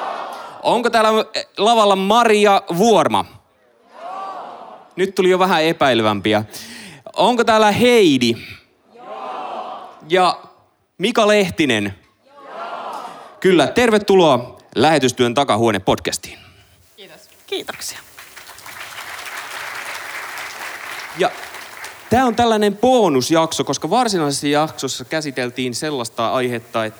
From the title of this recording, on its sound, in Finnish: äänitys liveyleisön edessä Kansanlähetyspäivillä 2022